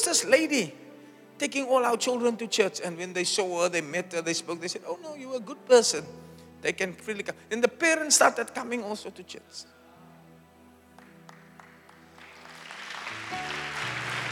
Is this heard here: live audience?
yes